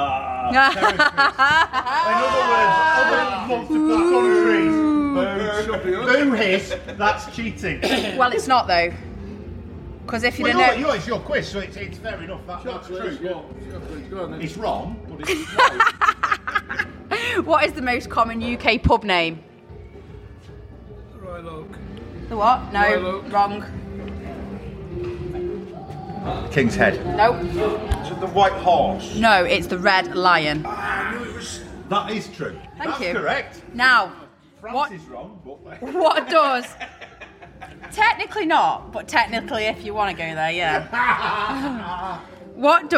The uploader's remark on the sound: in the depths of the press area at SOS Festival